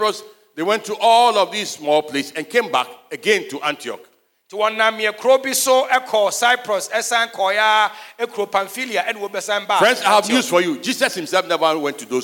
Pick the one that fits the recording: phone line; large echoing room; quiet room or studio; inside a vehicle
large echoing room